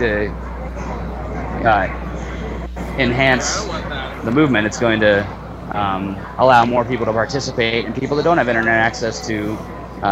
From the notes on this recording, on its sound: Live from Occupy Wall St. Zuccotti Park.